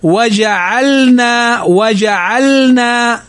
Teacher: لام الفعل سواء وقعت في الوسط أو في آخره فإنها تظهر